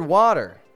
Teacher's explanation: The first half of the word is a little bit louder than the second, and so we call that the stressed syllable. Now, the second half of the word, water, is the unstressed syllable.